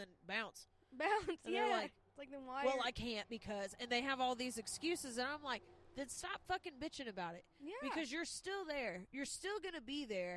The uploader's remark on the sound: 60 degrees in February? We had to record outside.